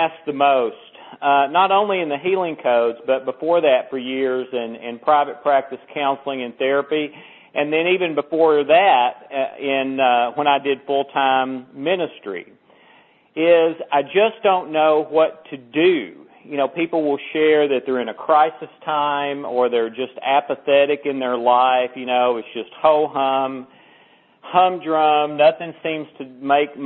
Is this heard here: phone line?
yes